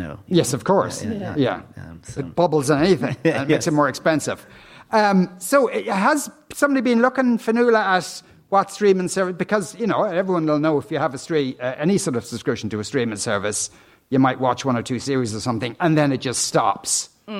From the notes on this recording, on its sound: LIVE from Athlone Springs Hotel